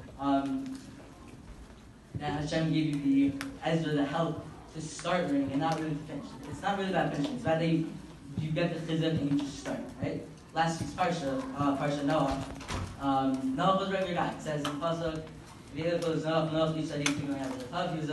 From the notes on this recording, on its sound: Live from Yeshivat Noam! In my school Yeshivat Noam at the Daf Yomi club during lunch where around 100 Talmidim attended.